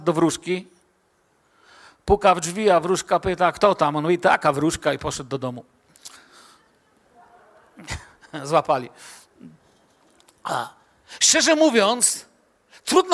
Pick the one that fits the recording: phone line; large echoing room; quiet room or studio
large echoing room